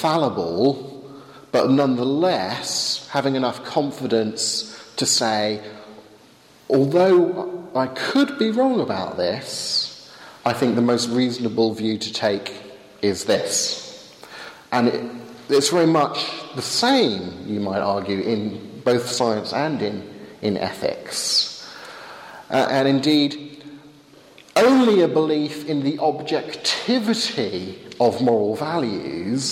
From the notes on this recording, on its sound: Lecture with Q&A delivered at St. Leonard's Church in Eynsham.